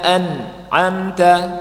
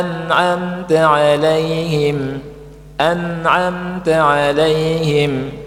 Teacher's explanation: itu jangan ditahan nunnya, dijelaskan saja tapi tidak ditahan. · Shown in: second take · Term: bainiyah